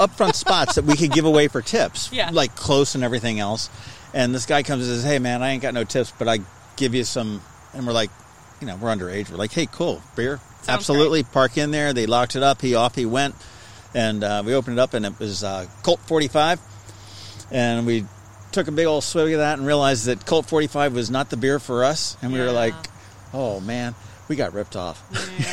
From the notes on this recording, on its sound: When you are tired of Zoom podcasts and the weather is beautiful and there is a big picnic table outside--you get together in PERSON and record a beercast!